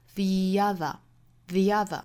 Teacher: 我们知道 the 这个小词后面遇到元音的话，它是会由 a 这个元音变成 e 这个元音的